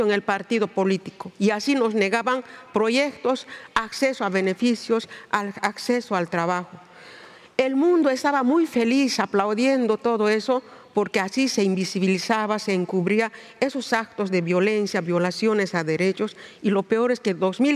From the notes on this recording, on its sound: Recorded at the 2023 Oslo Freedom Forum. This episode is recorded in Spanish.